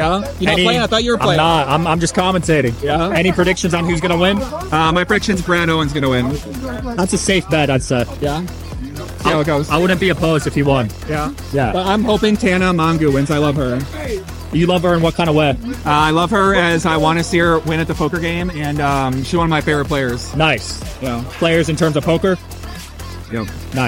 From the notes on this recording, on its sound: Celebrity Poker Tournament Live Interviews. First time doing live event interviews. Shoutout to the Celebrity Poker Tour and PokerGo Studios for having me.